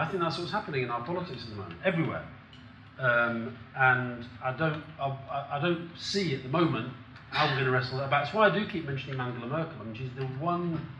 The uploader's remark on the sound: Christmas Special political party with on stage guests